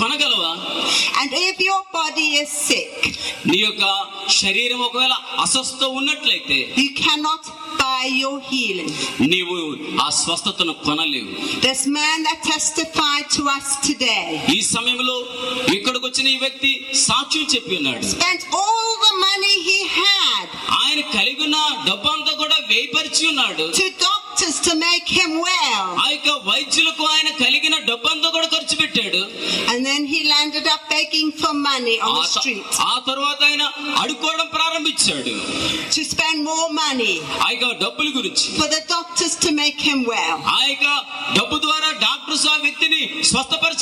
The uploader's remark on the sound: Recorded live at rally in India